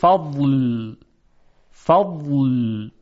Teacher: صدای واد یک مقداری، البته خیلی اندک، امتداد داره، یعنی کشیده میشه، و این زمانی است که کناره زبان یعنی حافت اللسان به کناره دندانهای آسیای بالا برخورد میکنه و در کنار اون قرار میگیره، که در این زمان بسیار کوتاه صدای واد هم یک امتداد بسیار کوتاهی خواهد داشت. · Term: صفت استطاله